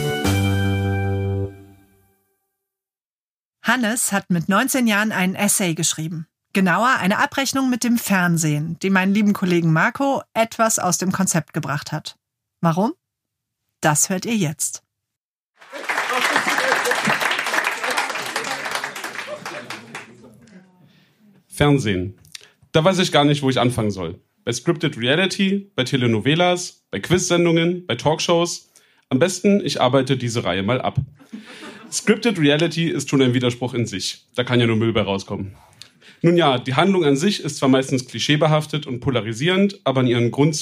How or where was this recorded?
live audience